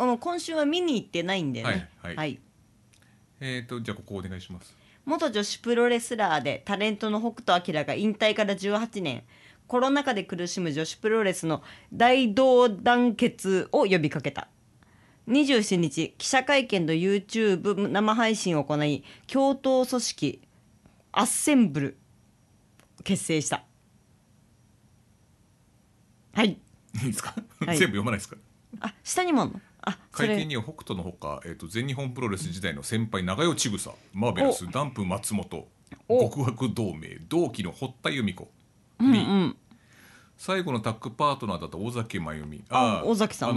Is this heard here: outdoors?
no